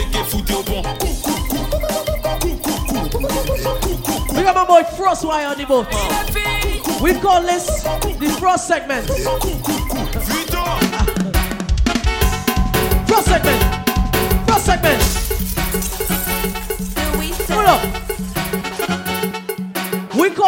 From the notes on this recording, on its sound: BYFARONABOAT3 EVENING BOAT LIVE AUDIO